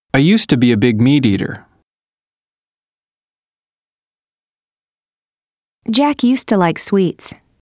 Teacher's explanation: Notice how the pronunciation of to in used to changes to t in natural speech. · Term: Sound reduction